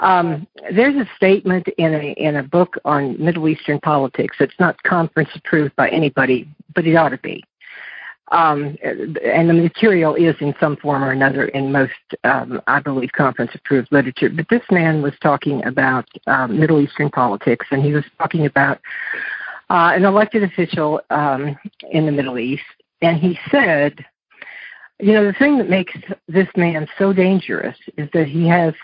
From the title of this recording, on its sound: Monday Noon Phone Speakers Series